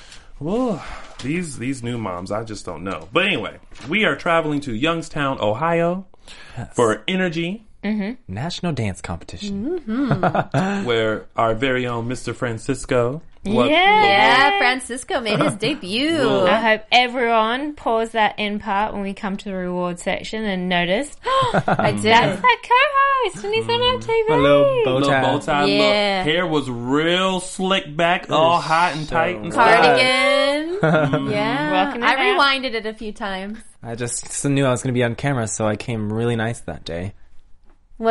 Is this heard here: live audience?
no